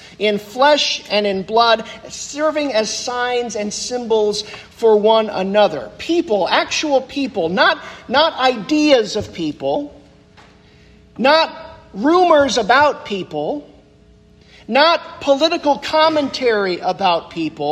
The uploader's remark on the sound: The sermon that I preached at Christ UCC in Orrville, Ohio on Sunday, November 5th, 2023.